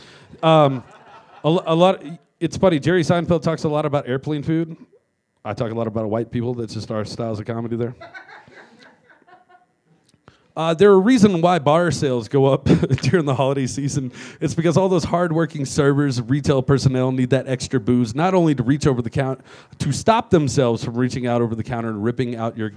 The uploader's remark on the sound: Recorded in front of a "studio" audience at Mutiny Information Cafe in Denver! Recorded in front of a "studio" audience at Mutiny Information Cafe in Denver! This live event features a solo set.